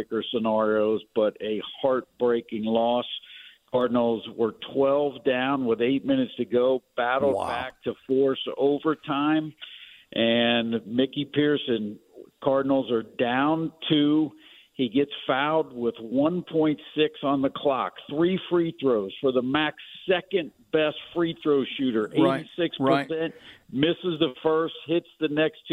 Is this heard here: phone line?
yes